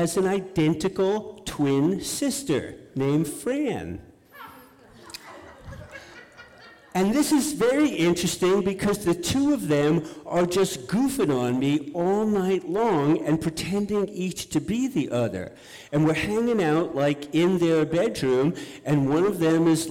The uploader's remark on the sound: On The Road Series. Live in Dallas, OR. Portland Story Theater.